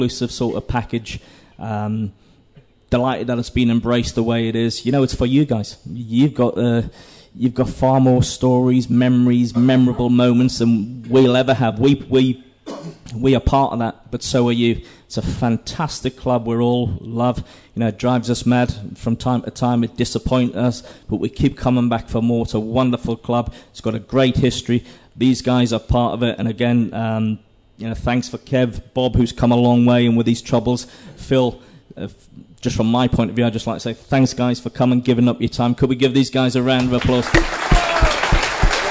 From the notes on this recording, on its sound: Recorded in front of more than 100 R’s fans, there are laughs, jokes and stories aplenty.